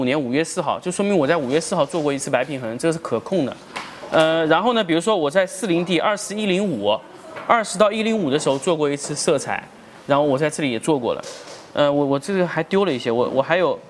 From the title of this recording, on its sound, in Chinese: 成都家具workshop 现场答疑录音